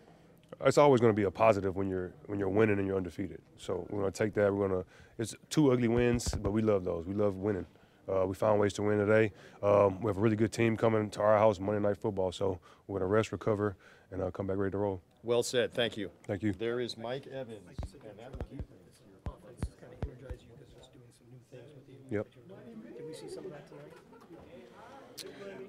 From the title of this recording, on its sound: Press Conference